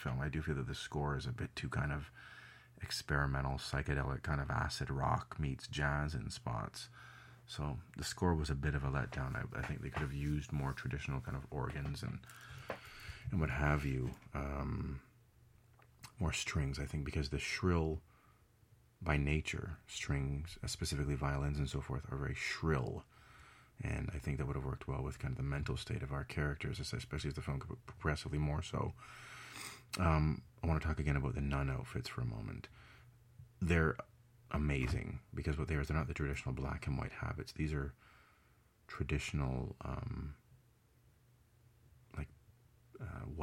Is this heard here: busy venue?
no